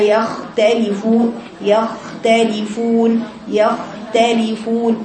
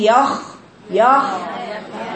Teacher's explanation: يعني لما اجي اكتب مثلا ايه، اقرا كلمه مثلا ايه، يختلفون، اديله زمن للخاء الساكنه دي، ما قطعش الصوت، ما قلش يختلفون يختلفون، لأقولها يختلفون يختلفون يختلفون، الخاء طويلة لأنه صوتها في إيه؟ رخاوة، يعني جريان صوت أثناء النطق بالحرف · Shown in: first take